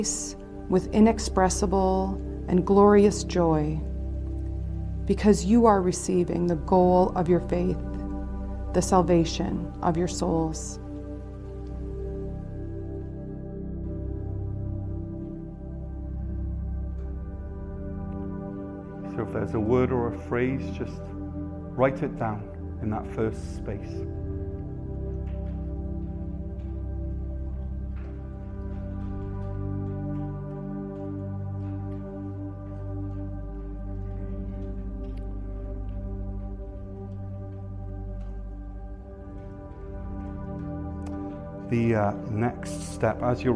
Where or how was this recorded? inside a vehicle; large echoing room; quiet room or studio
large echoing room